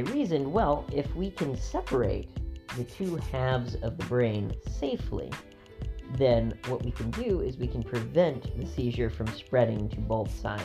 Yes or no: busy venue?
no